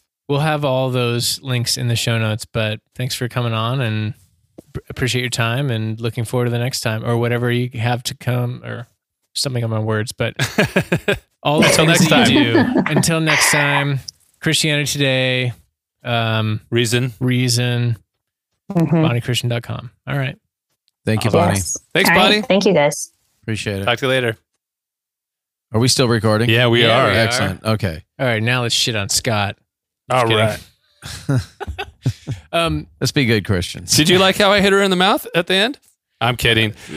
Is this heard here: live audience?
no